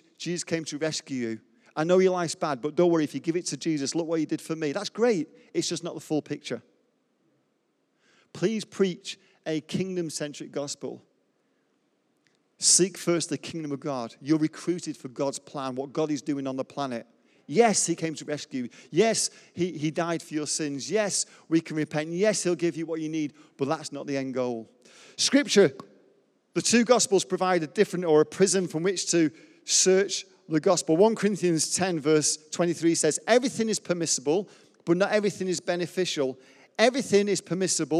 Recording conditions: large echoing room